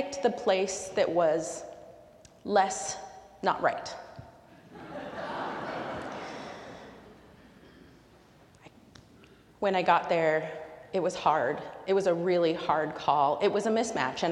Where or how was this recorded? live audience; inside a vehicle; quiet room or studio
live audience